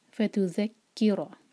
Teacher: را کے اوپر فتح ہے تو را ہمارا ہیوی ہوگا